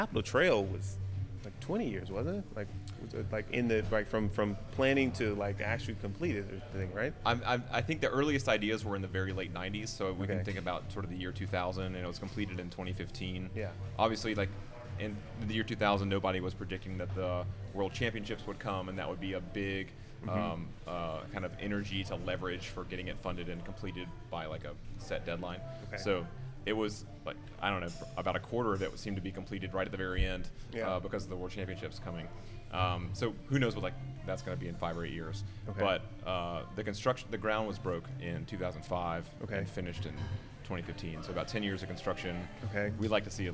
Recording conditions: busy venue